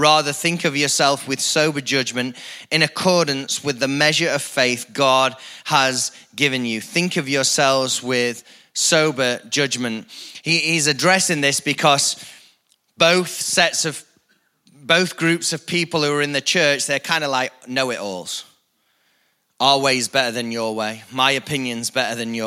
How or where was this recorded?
large echoing room